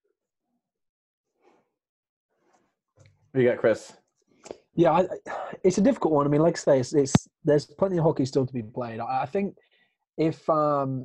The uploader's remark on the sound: Apologize for the sudden end as we're still working on learning this new recording platform. At least the audio is getting better.